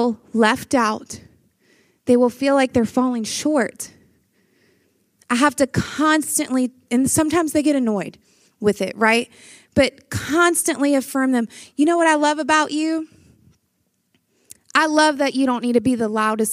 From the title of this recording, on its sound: Breakout Session, Flourish 2023